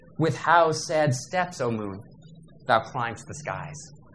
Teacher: you actually have two iambs with how sad steps